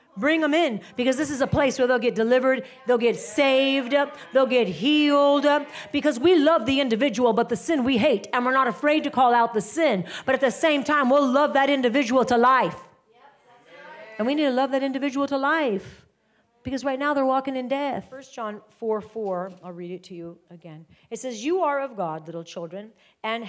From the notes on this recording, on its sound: live teaching from House of Glory